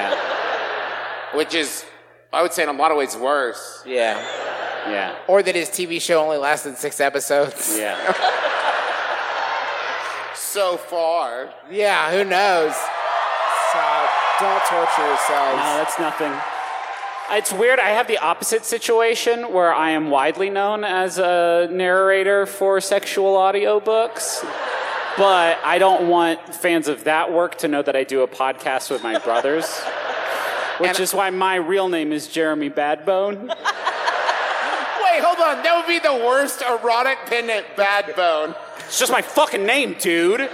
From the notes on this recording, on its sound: We’re scattered hither and yon this week, so here’s our recent live show from the Shire-esque paradise known as Salt Lake City.